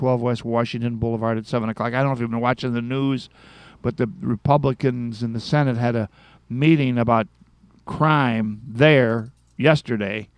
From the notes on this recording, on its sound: Present the Hibernian Radio Hour at our newest recording location, The Beacon Pub in Forest Park.